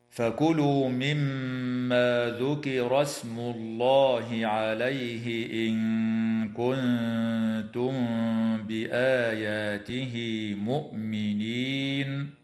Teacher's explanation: وتخفى النون الساكنة عند الكاف وعند التاء في قوله تعالى إن كنتم · النون الساكنة عند الكاف وعند التاء في قوله تعالى إن كنتم، وتخفى الميم الساكنة عند الباء مع الغنة في قوله تعالى كنتم بآياته، وتمد الألف بعد الهمزة في كلمة بآياته بمقدار حركتين من